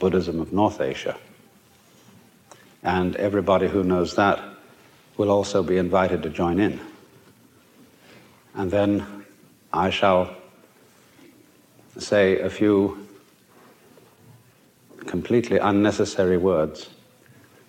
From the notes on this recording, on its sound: A remarkable public lecture. At the Avalon Ballroom (usually the scene of wild rock concerts) for a 'Zen-efit' put on by the San Fransisco Zen Center. 'big hall' recording. Fittingly opened by the dynamic resonance of chanting Buddhist monks, chimes, and gongs.